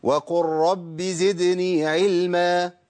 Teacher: اللام بتخرج قرب الراء، يبقى اقتربوا في المخرج